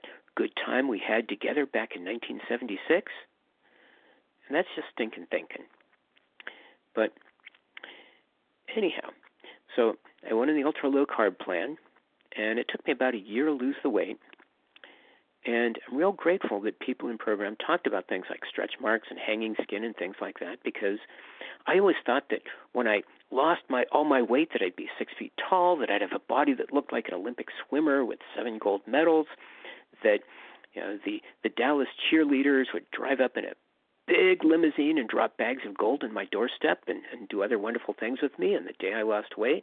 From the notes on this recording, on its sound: from the 100 Pounders Phone Meeting